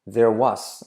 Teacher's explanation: Omito la R de there, ¿vale?